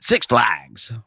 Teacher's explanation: the emphasis is supposed to be on six